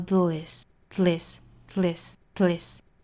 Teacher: 切记舌头呢一定是在上齿龈的位置，不能弹下来，之后再用舌头两边去送气，发成一个舌侧音